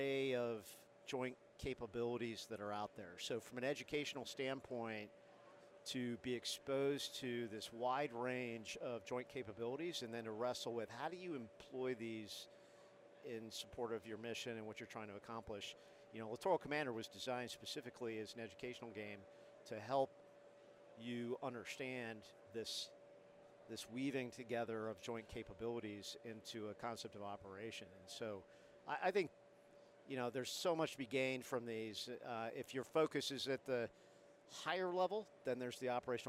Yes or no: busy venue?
yes